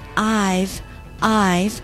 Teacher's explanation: 把后面的那个摇唇的 V 发出来。